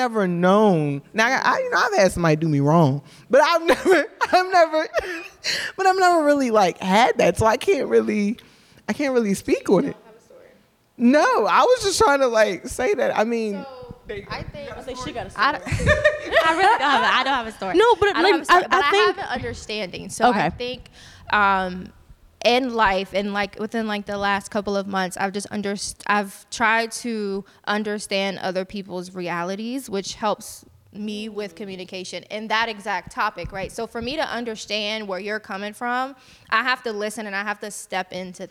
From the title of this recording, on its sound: Live Show